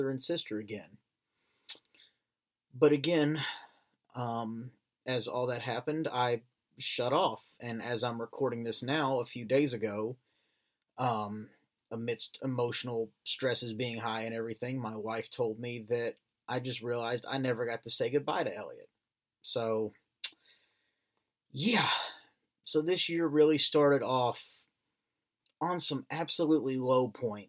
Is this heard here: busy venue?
no